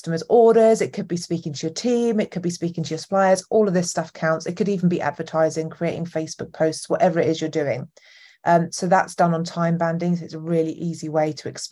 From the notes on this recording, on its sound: This episode was originally recorded as a live session inside my free Facebook community on 10th August 2023.